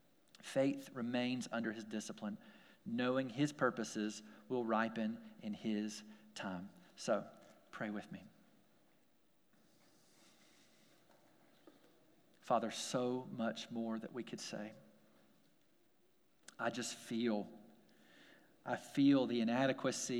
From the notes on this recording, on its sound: We're glad to share our service audio